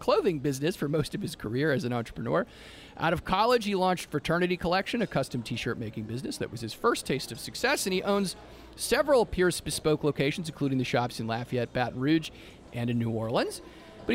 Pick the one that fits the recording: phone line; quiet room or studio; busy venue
busy venue